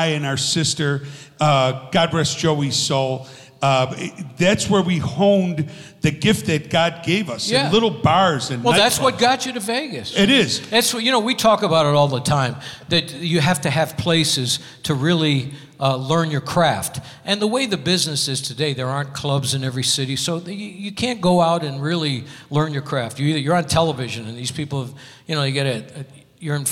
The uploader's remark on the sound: Live at the SouthPoint Casino